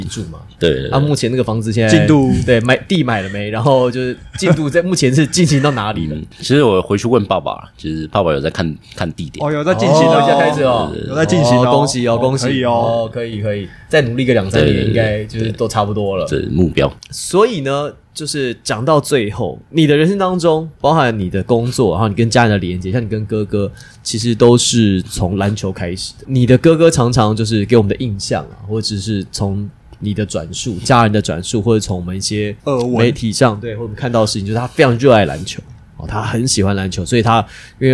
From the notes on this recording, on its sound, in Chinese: 這次我們特別選在「Coya Taipei」這間酒吧錄製